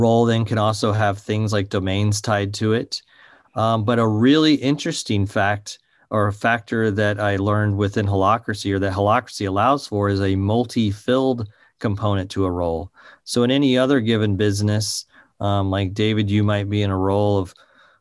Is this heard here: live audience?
no